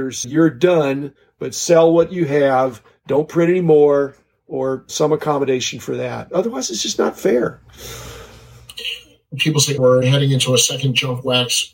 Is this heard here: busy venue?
no